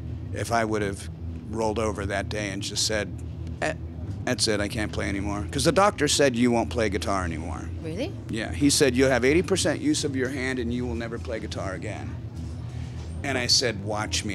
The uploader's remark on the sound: At Wacken Open Air 2017 I got a chance to chat.